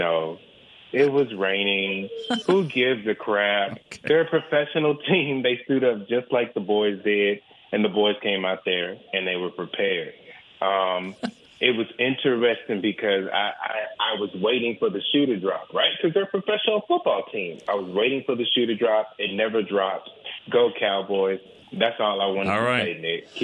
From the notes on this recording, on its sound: the phone lines lit up with fans